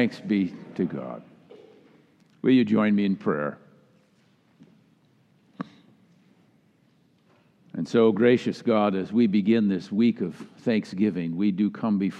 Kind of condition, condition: setting, live audience